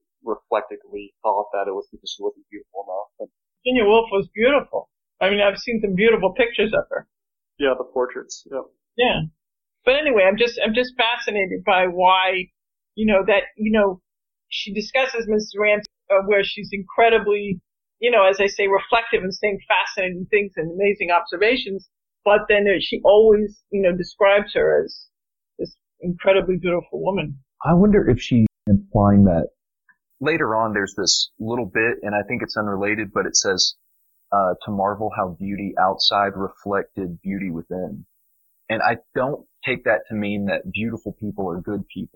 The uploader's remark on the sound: This discussion first appeared in our Not School Group. As an early recording, please bear with the sound quality.